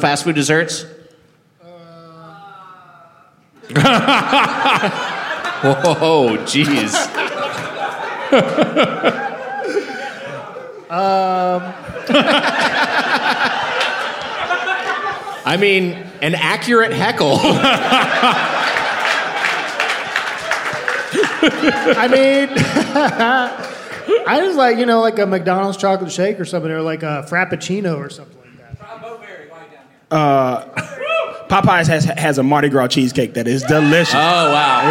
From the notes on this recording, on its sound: Recorded live at Stand Up Live Huntsville on April 10, 2019.